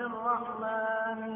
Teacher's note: والراء صن تشديده عن أن يرى متكررا كالراء في الرحمن